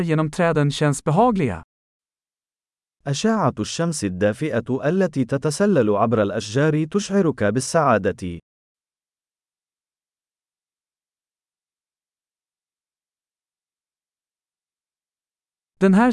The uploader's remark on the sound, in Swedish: Ljudet av den porlande bäcken är terapeutiskt.